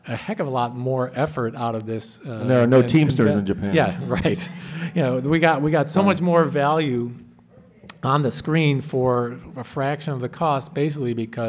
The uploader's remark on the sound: Live at G-Fest 2019